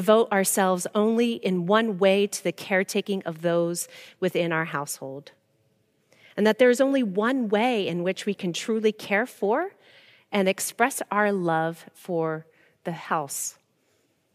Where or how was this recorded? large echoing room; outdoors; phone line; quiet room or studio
large echoing room